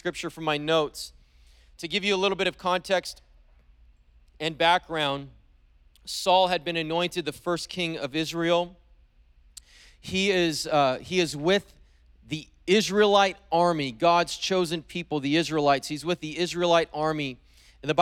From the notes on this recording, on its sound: preached on January 16th at the 11:30AM service